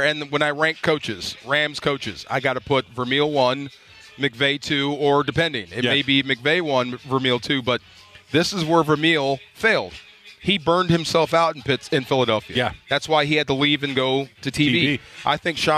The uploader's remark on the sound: live from YouTube Theater for Rams Revealed